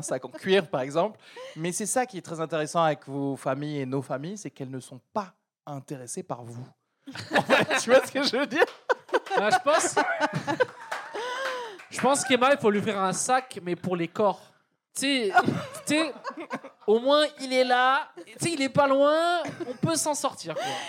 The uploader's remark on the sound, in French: LIVE au Charlie et sa Bière à 2 balles. EN PUBLIC au Charlie et sa Bière à 2 balles (Paris) avec une soirée spéciale qui mêle STAND-UP et PODCAST enregistré en public !